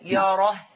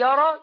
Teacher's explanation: والهاء تخرج من أقصى الحلق · Shown in: first take